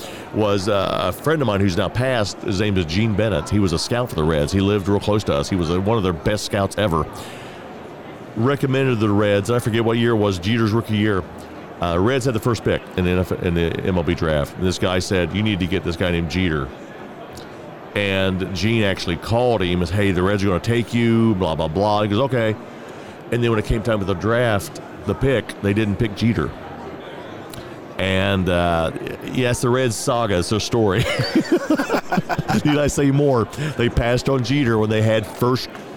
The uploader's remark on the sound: LIVE from NRB 2022!